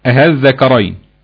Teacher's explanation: الوجه الاول تسهيل، هنسهل الهمزة التانية برضك بين الهمزة والالف